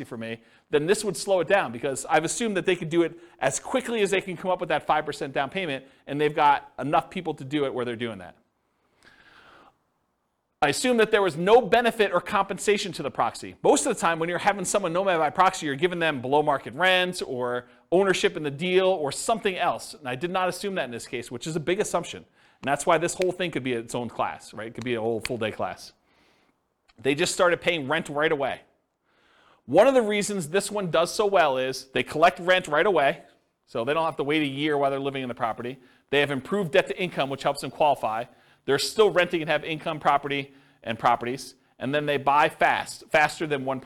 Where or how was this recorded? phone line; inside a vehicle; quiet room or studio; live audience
live audience